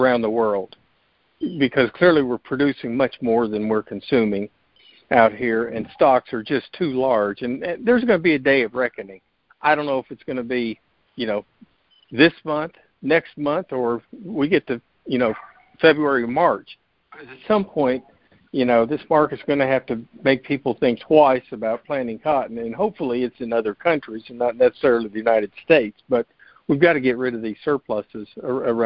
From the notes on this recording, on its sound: Monthly Conference Call.